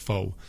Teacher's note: Yeah, I got like four, and this is more of like a ghetto term, right? But like, instead of four, they'll just take off the R and say like fo